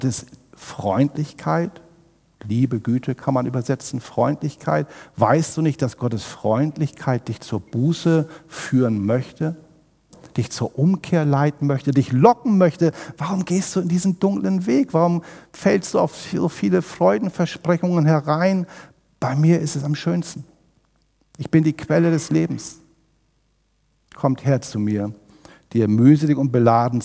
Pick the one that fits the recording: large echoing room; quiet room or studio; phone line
large echoing room